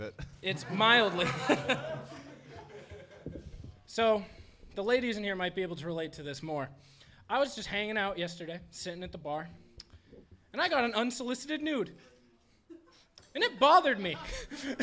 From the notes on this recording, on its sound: The Plunge Live Show. Recorded live in front of a sold out crowd (no like actually) at Curlies Comedy Club as the finale to PodcastNH's Pod-Tober event. Bring their antics to an energetic crowd.